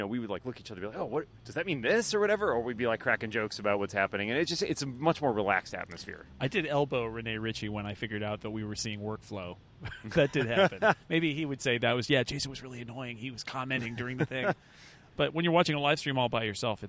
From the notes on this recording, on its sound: This week we recorded outside in San Jose for WWDC.